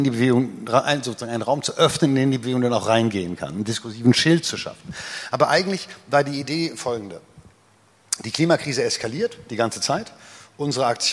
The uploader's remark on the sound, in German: Das Gespräch wurde im Rahmen der Reihe „Bündnisse Bilden“ am Berliner Ensemble aufgezeichnet.